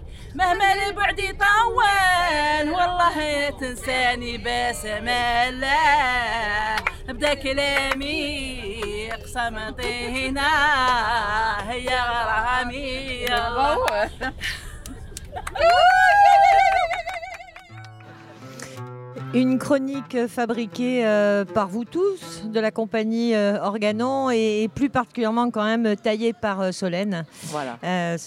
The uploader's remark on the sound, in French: Radio Belle de mai s'est enregistrée samedi 07 septembre, sur la place Cadenat, dans le quartier, au coeur du Plexus Rouge. Autour de la table devant les micros il y a des habitantes du quartier, des activistes, des artistes, les unes sont parfois les autres et réciproquement.